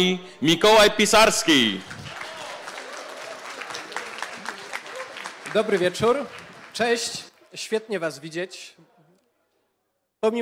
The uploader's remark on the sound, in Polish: Odcinek jest nagraniem wystąpienia podczas Weekendu Kapitalizmu 2021